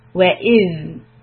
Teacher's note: For letter zal, place the tip of the tongue under your front teeth and hold the sound.